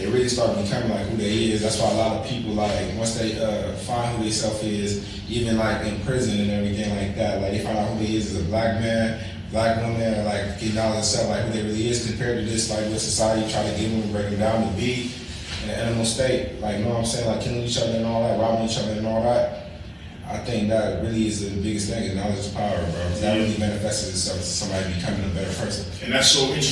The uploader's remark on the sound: The audio was off on this one. Excuse our technical difficulties.